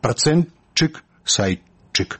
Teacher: А по правде гук «т» повинен злиться с наступным «ш» у гук «ч». А лишь далее иде еще один гук «ч».